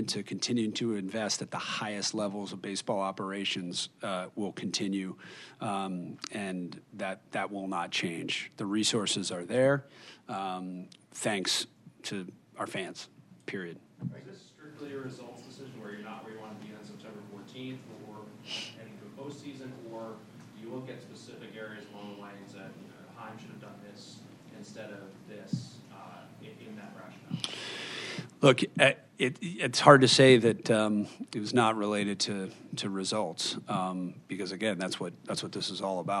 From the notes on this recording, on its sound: we bring you the Press Conference